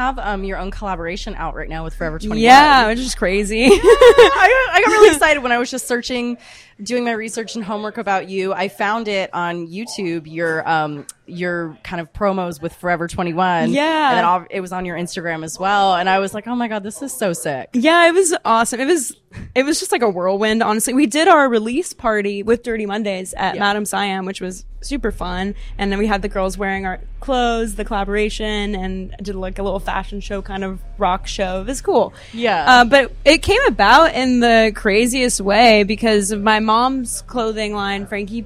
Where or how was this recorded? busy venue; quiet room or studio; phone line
busy venue